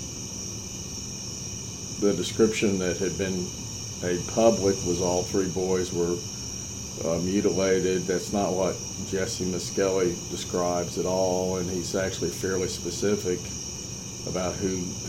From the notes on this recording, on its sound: Sorry about the background noise!